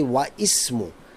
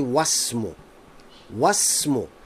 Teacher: We call this hamzatul wasl. That means we don't pronounce the hamza. · Shown in: second take · So I cannot say wa ismu, I say wasmu.